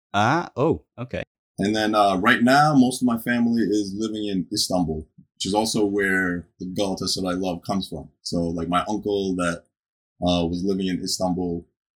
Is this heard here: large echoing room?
no